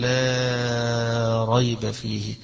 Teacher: تنزيل الكتاب لا ريب فيه، وجمهور القراء على عدم المد في اللام هذه، وعند حمزة في وجه من الوجوه يمد مادا متوسطا فيها فيقول لا ريب فيه.